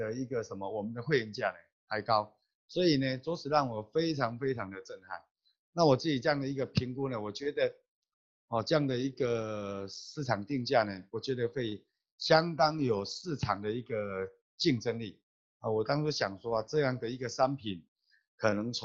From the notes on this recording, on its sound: Check out our ninth Global Zoom Meeting Highlight.